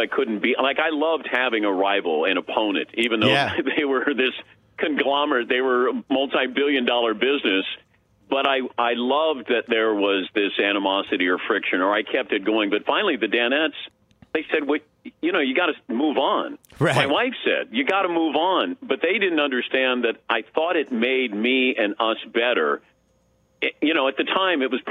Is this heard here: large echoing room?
no